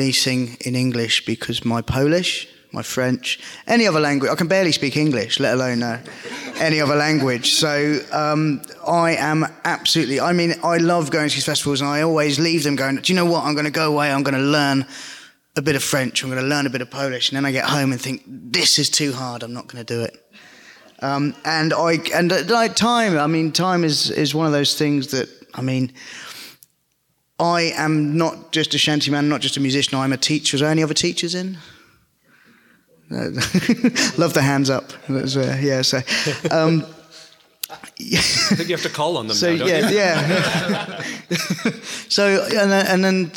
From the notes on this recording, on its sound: We took the stage in front of the wonderful Fundy Sea Shanty Festival audience. In our first ever LIVE episode, we took the stage in front of the wonderful Fundy Sea Shanty Festival audience.